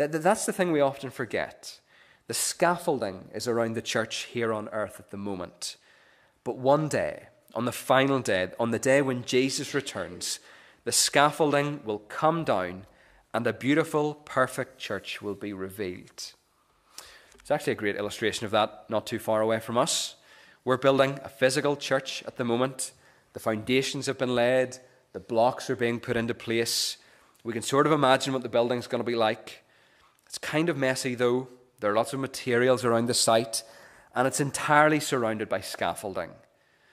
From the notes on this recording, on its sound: This is the recording of the Bible reading and sermon from our morning service on Sunday 27th August 2023.